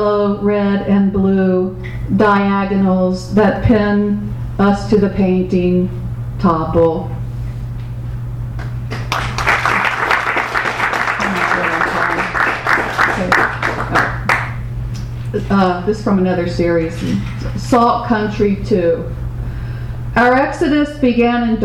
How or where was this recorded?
live audience